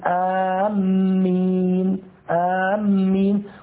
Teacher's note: طبعا المد أشهر وأفصح والتشديد فيه يعني في التأمين تشديد الميم